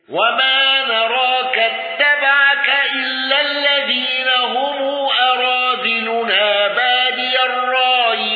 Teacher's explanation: قالون بصلة ميم الجمع واندرج معه ابن كثير